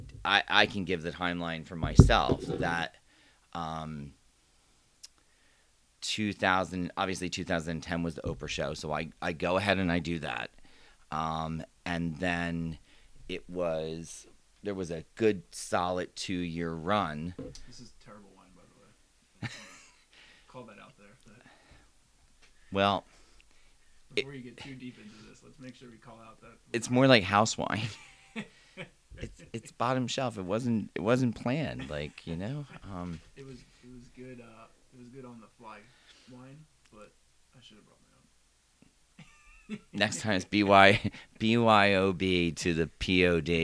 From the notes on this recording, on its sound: What we didn’t know at the time was much about recording – which would explain why the audio is a little low.